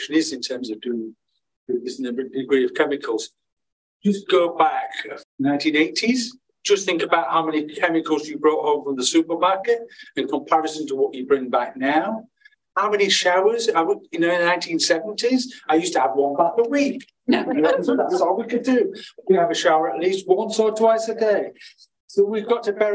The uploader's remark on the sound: from the session which closed the first day of our conference